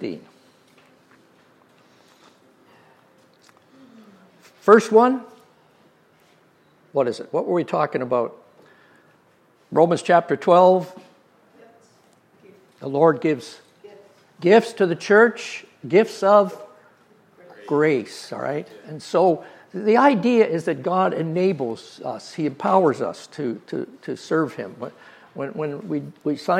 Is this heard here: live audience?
yes